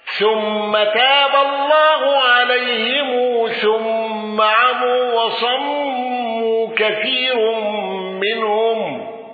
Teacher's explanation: قالون بتوسط المنفصل وسكون ميم الجمع